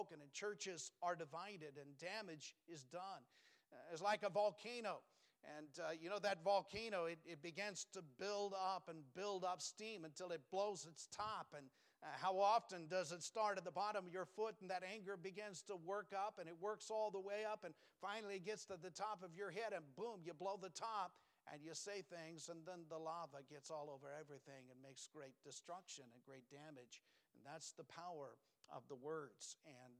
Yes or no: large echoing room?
yes